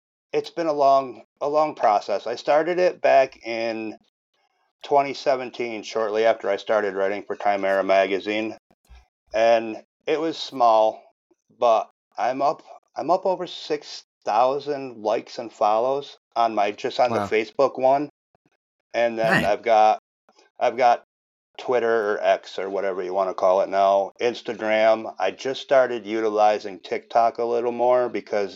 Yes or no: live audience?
no